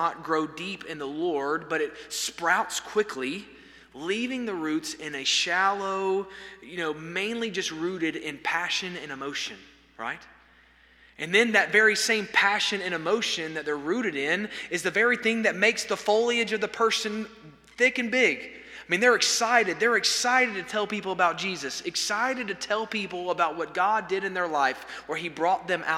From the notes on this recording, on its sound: This sermon was delivered on September 27, 2023 at First Baptist Church Hendersonville, NC during the Wednesday night Bible study hour.